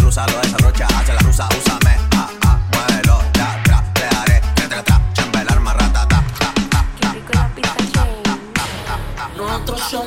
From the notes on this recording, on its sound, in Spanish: Grabado en vivo el 15/10/22 en Ciudad de Gatos, La Plata, Argentina.